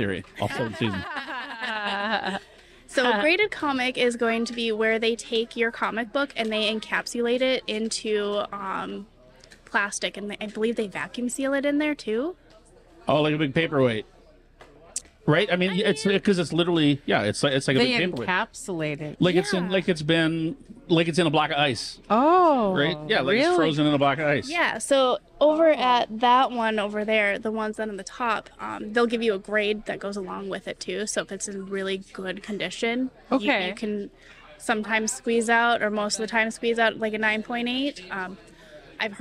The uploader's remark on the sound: Live Broadcast - Bismarck Mini-Con. In our first live broadcast.